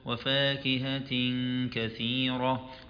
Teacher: وفاكهة كثيرة عندنا هنا غنة الإخفاء بمقدار حركتين